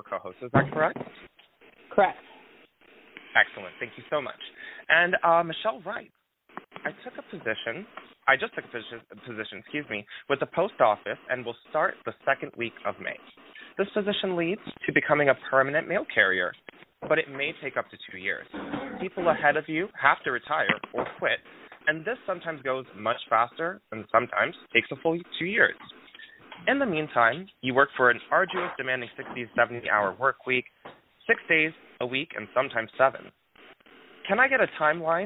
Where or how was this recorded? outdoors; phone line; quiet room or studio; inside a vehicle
phone line